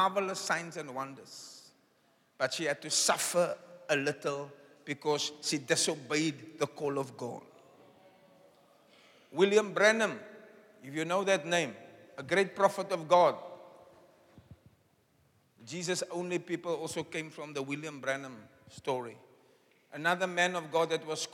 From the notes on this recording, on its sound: Preached on Good Friday Miracle Service at Zion Sanctuary, Cape Town